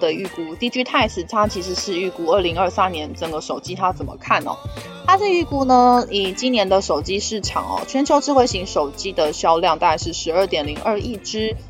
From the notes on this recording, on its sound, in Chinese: 本集有些許雜音，已亟力避免，如有察覺請多多包涵。